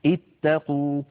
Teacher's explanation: لا تظنوا بأنه القاف يا إخواننا، الحرف الثالث هو التاء الثانية، لأن التاء مشددة فهي عبارة عن تائين ساكنة فمفتوحة، فطالما أن الحرف الثالث مفتوح تكسر عند البديء، اتقوا.